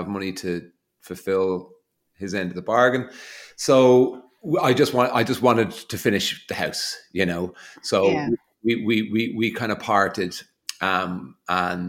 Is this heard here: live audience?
no